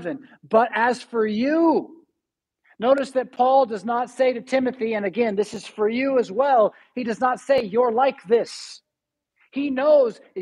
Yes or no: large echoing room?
yes